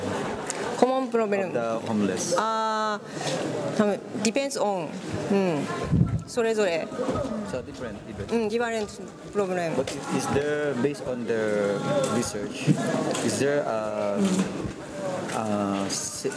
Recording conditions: wind noise